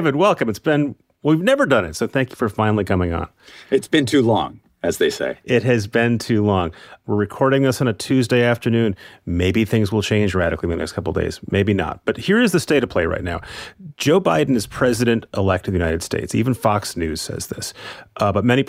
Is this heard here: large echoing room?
no